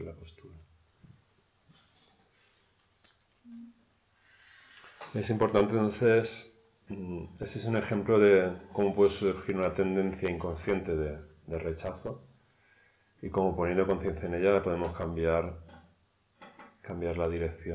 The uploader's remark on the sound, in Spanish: La grabación de dos sesiones de enseñanza realizadas durante el pasado retiro de invierno en el templo Luz Serena. La última sesión no se pudo grabar por problemas técnicos.